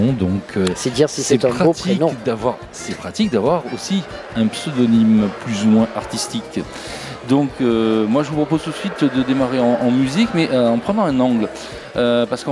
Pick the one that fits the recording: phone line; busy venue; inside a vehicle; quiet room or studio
busy venue